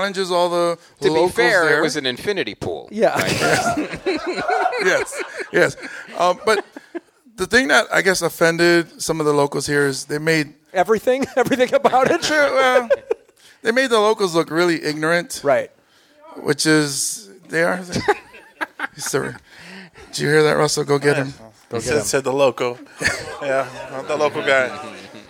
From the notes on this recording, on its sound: Live from Hawaii! First ever live show outside of North America.